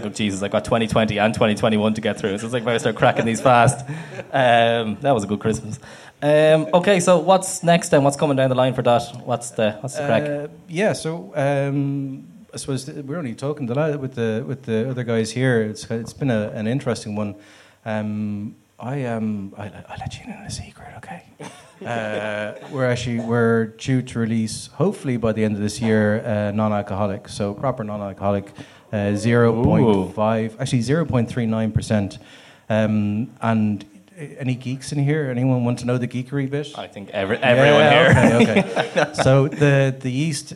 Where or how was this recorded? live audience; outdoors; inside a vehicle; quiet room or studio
live audience